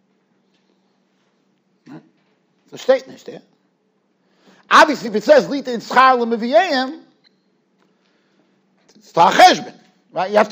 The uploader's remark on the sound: Shiur recorded in Yeshivas Ohr Reuven, Monsey, NY.